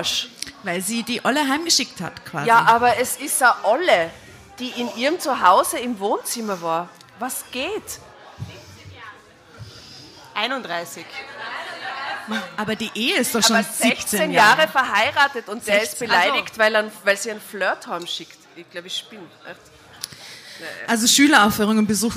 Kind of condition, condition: setting, live audience